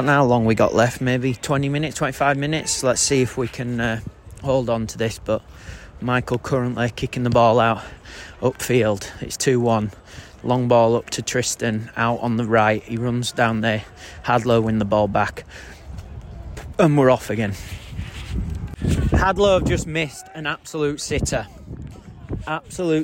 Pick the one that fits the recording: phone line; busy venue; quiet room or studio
busy venue